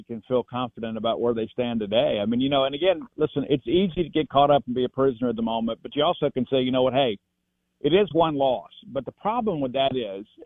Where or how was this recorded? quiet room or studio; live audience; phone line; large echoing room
phone line